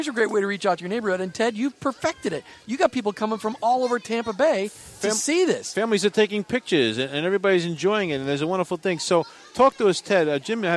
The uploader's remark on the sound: Report live from the Oakdale Christmas House in St. Petersburg.